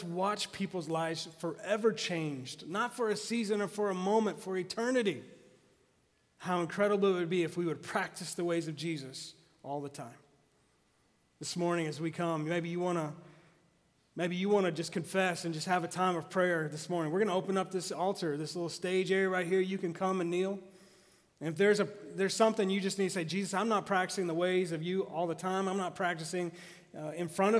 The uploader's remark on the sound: Message recorded live at The Fellowship at Two Rivers. Live Like Jesus- TR campus.